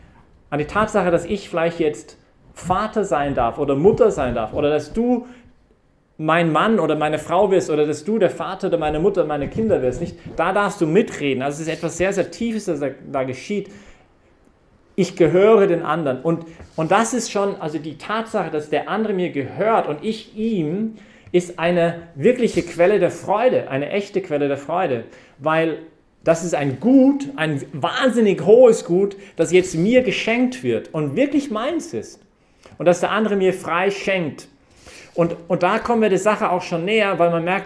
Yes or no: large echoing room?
yes